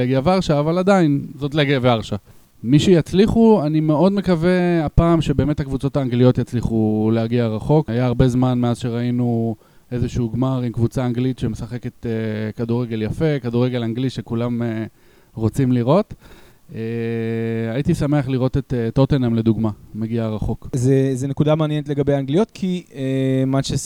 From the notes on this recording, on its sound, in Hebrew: פרק מיוחד שהוקלט תוך כדי מפגש בלוגרים של האתר וכלל כ 6 משתתפים.